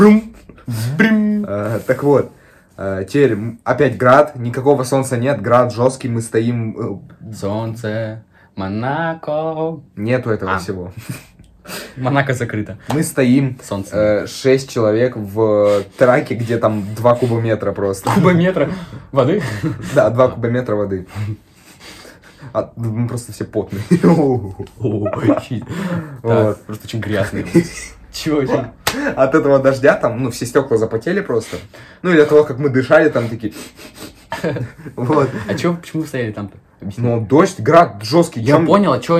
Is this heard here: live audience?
no